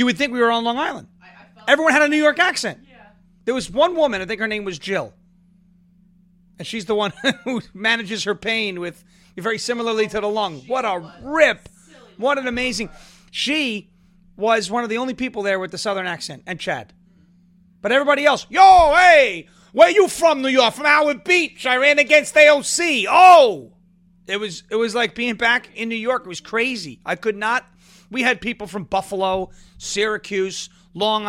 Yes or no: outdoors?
no